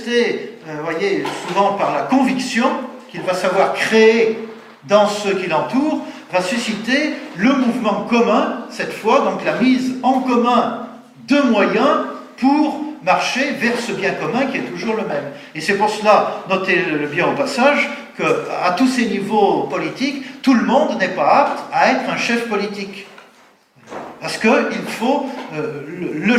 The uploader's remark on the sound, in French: Conférence donnée en août 2014 à l'université d'été Academia Christiana